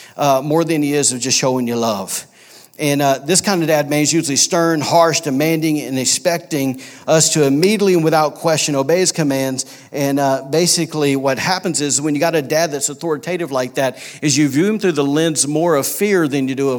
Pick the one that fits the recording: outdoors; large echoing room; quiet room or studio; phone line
large echoing room